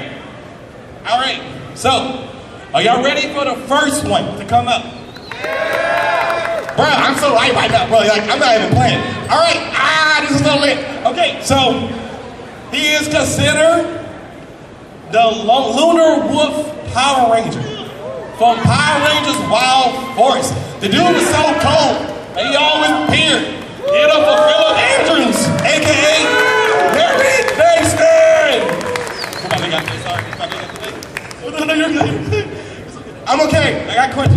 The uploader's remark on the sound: Power Rangers Panel at TCG Con 2024 in Houston Texas